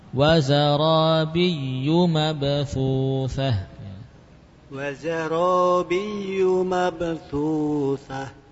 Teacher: Pada huruf ya yang ditasydid, tasydidnya jangan lama-lama.